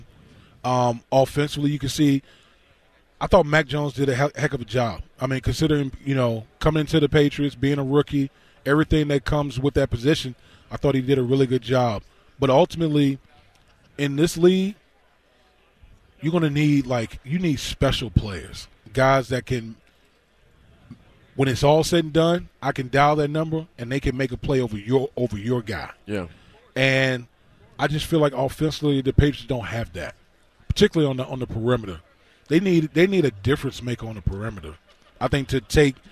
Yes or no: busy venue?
yes